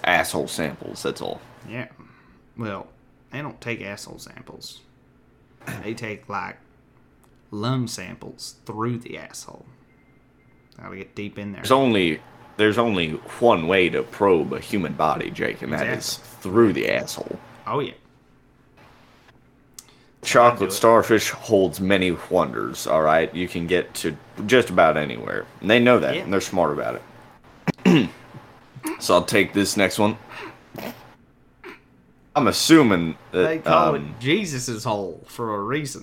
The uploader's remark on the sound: Please enjoy the worst quality episode to date, as we had to record on three separate devices, and edit with the slowest computer known to mankind.